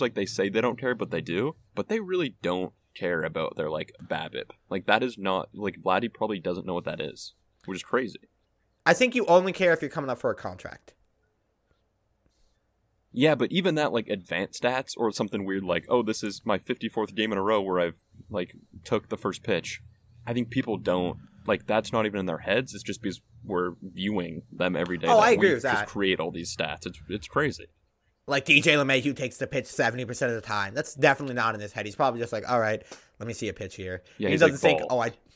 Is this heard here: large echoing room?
no